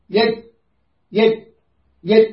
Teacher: رخوية شنو الفرق بين أحرف رخوي وأحرف شديد؟ أحرف شديد من تنطقها تقول مو يد يد يد يعني المخرج يغلق